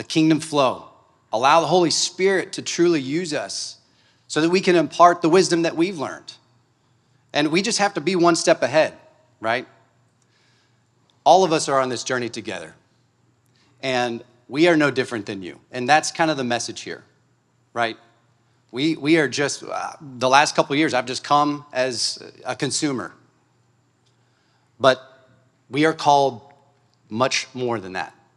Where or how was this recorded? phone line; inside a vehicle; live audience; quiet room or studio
live audience